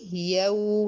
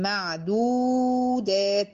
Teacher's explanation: يو مش مديت بيها، لكن معدودات مديت بس بيها